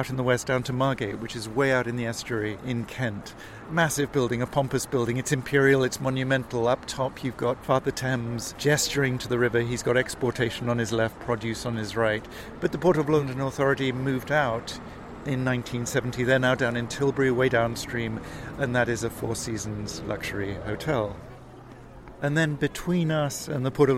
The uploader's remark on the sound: We’re walking east from Tower Hill into Wapping, ending up next to St George’s Town Hall.